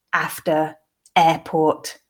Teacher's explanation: You don't hear the letter R, which you see in writing, in my pronunciation of those words. · Term: non-rhotic R